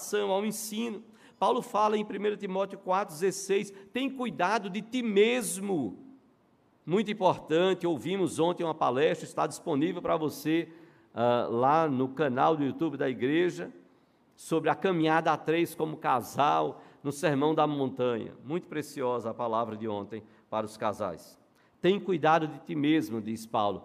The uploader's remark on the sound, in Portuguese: no culto presencial e transmitido ao vivo